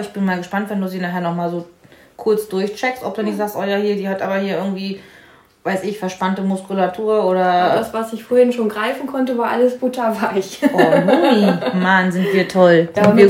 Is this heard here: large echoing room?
no